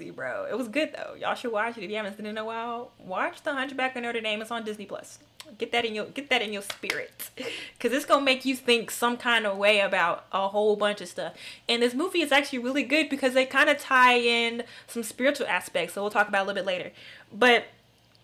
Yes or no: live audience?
no